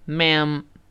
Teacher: 这个前后呢都是 M，M 是嘴唇要闭合的，所以开始发音是嘴唇闭合分开，最后再回到嘴唇闭合。